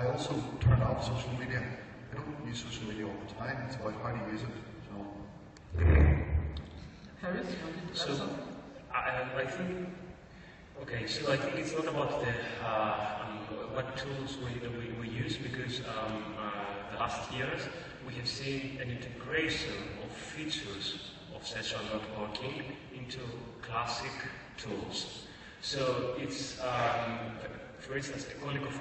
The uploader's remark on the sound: Presentation on October 23, 2015 at Wonca Europe Conference in Istanbul, Turkey